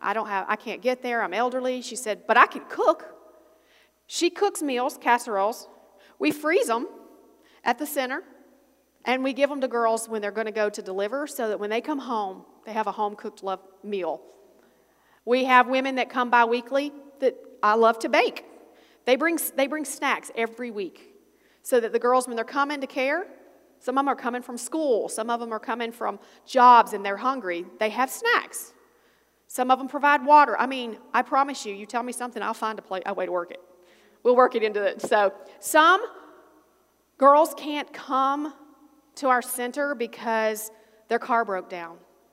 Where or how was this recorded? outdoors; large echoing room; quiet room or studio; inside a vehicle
large echoing room